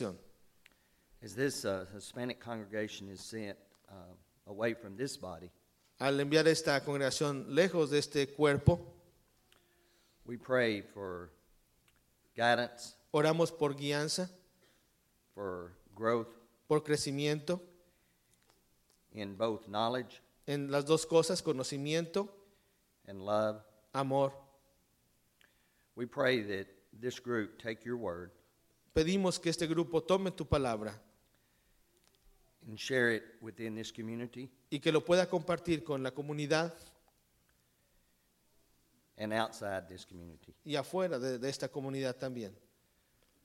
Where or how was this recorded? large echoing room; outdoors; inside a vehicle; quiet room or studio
large echoing room